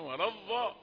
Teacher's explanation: يأتي بها ضاء لثوية فيقول ولا الضاء